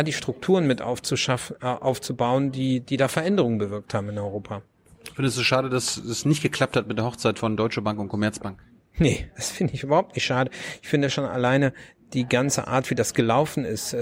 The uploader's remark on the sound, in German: in der Buchhandlung "Ocelot" (Berliner Brunnenstraße) aufgezeichnet.